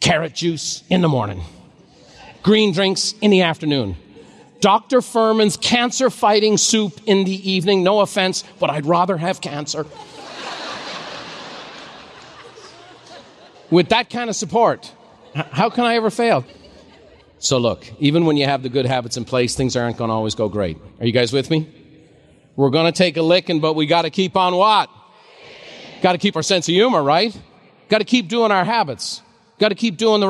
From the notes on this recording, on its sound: a special live recording